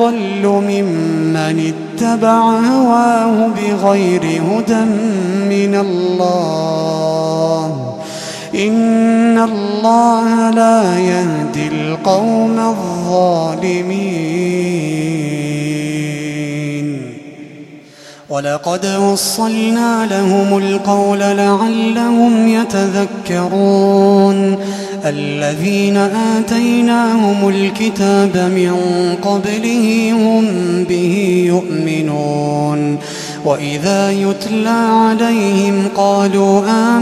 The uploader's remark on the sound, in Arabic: تسجيلات من صلاة التراويح لشهر رمضان عام 2016.